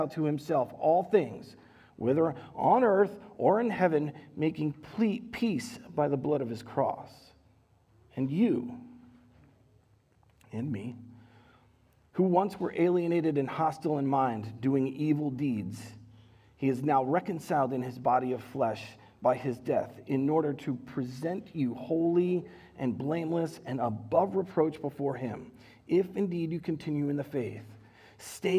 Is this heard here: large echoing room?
yes